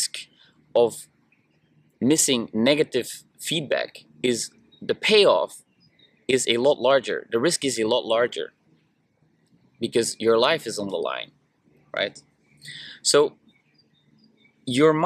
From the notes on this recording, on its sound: Sorry again for the audio in this one, but there were just way too many ugly machine noises in the background, so I decided to add a few filters in post production to make it less disturbing. Unfortunately this really brings down the overall quality of the audio.